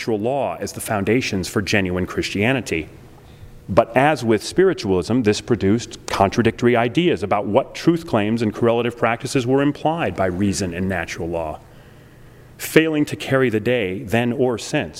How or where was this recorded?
large echoing room